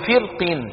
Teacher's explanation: بعض القبائل بيقولوا فرقين، شو بيعملوا؟ بيرققوها. وبعضهم بيقولوا فرقين، فنحن أمام ظاهرة لهجية.